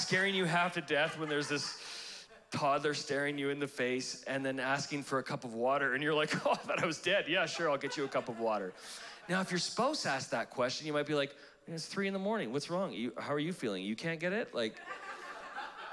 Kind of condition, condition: setting, live audience